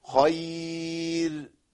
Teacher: لأن الياء هنا هتخلي الراء مرققة عند الوقف · Term: الراء المرققه